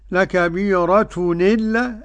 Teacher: هاخد حركة الهمزة اضع على ما قبلها · Term: النقل